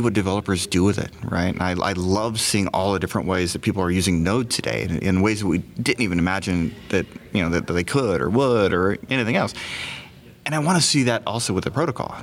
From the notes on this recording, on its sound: In this special episode recorded at Node Interactive 2016 in Austin, TX.